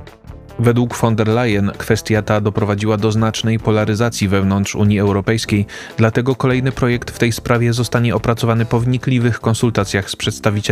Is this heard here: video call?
no